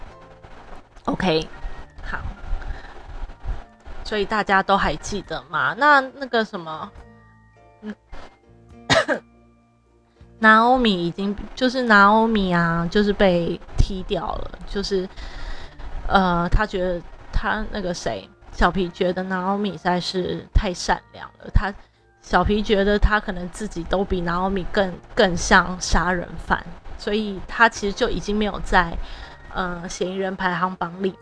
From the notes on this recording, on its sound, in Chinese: 一開始就會有大雜音，建議大家把音量調小。因為錄音設備配置區域有改變，又風扇風力開太強，熊熊直接吹進麥固。回播時確定造成雜音，請見諒視聽，之後會把電風扇調小～超熱。